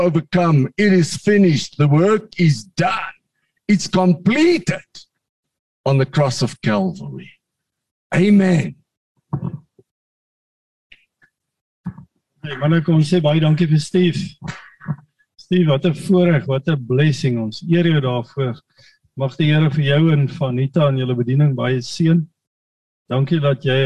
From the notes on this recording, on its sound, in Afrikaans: Manne van die Woord Zoom Byeenkoms 21 Junie 2022